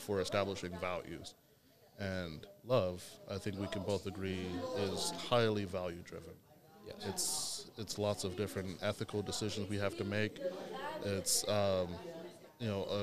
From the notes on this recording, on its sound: Recorded during the June Teen Vibe Camp.